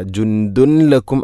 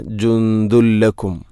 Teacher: ജുന്ദുൻ, അതുപോലെ ദാലിൽ തൻവീനാണ്, ശേഷം ലാം, ഇദ്ഗാം ബിലാഗുന്ന. തൻവീനിനെ ലാമിലേക്ക് കൂട്ടിലയിപ്പിക്കണം. അപ്പോൾ നൂനിൻ്റെ ശബ്ദം കേൾക്കൂല · Shown in: second take · ജുന്ദുൻ എന്ന ശബ്ദമില്ല.